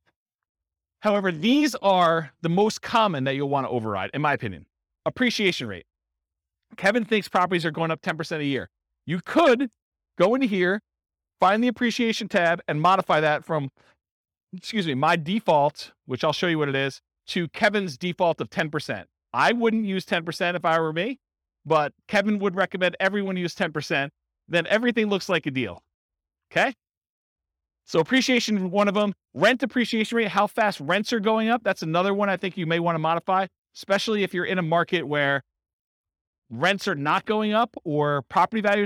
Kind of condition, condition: setting, live audience